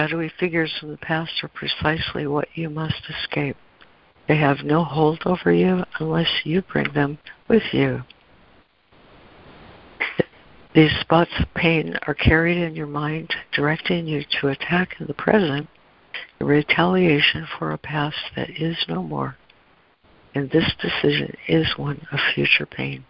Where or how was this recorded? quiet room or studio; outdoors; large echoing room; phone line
phone line